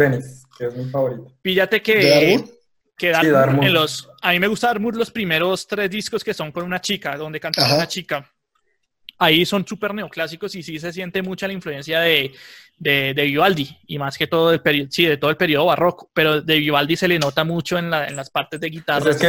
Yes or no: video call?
yes